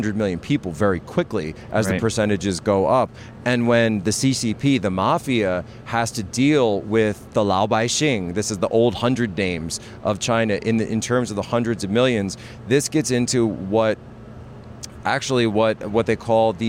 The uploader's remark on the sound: At the Better Discourse Conference in Milwaukee